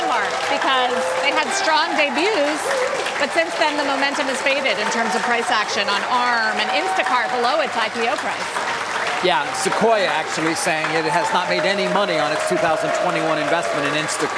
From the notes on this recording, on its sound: Joined the anchors live at Post 9.